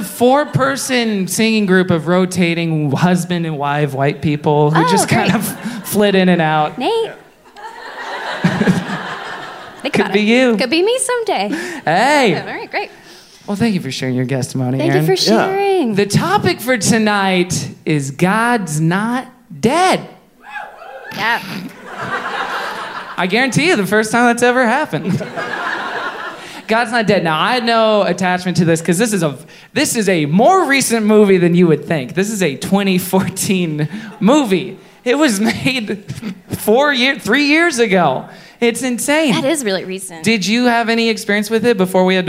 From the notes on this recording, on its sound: LIVE at The Bell House in Brooklyn, NY